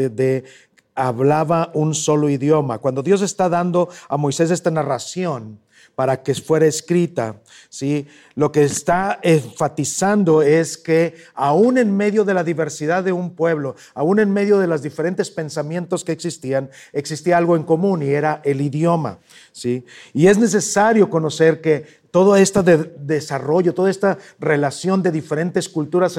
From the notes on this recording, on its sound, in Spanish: presentado en vivo